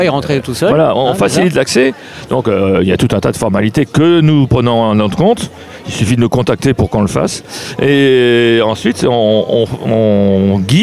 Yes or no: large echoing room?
no